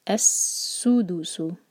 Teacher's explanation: سین پر وسل جیسا ساؤنڈ آنا چاہیے، سیٹی کی جو آواز ہوتی ہے نا